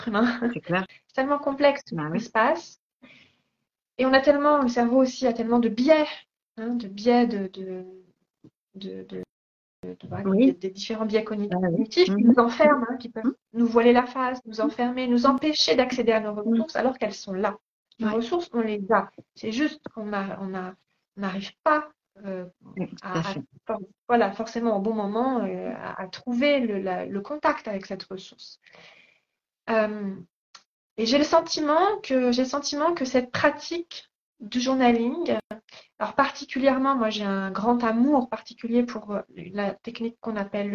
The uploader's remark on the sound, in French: il s'agit d'une rediffusion d'un live Instagram